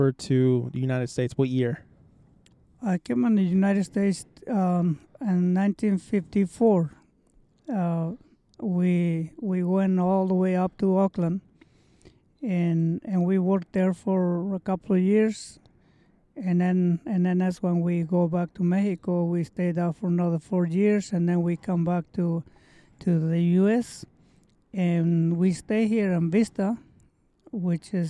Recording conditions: outdoors